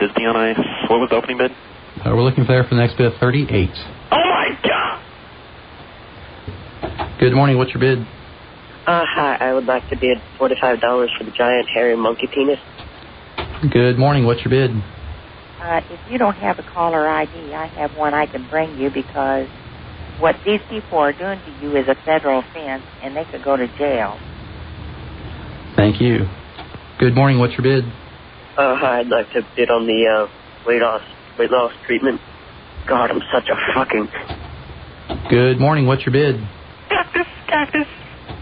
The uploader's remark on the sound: Prank Phone Calls